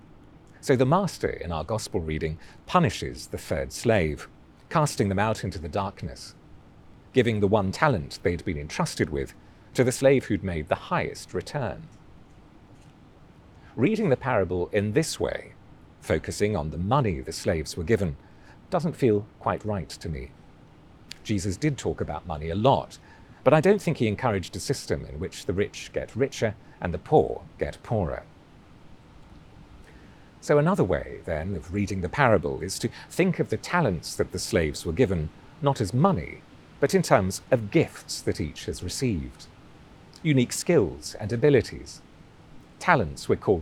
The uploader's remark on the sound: Recorded outdoors from a churchyard in the City of London.